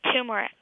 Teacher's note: usually people say it with the stress on the very first syllable